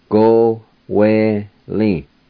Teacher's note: there is an H sound right between the O and W